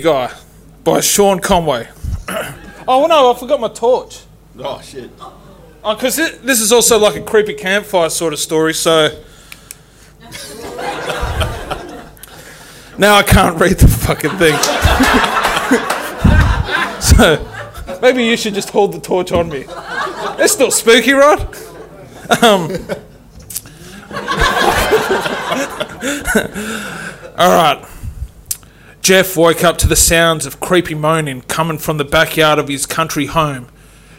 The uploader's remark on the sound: LIVE SHOW #1 Fringe 2021